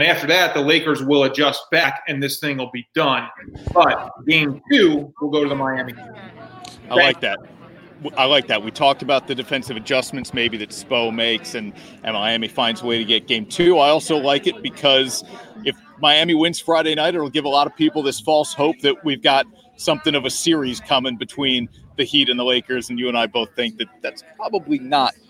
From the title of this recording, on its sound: LIVE From Real Men Wear Pink Kickoff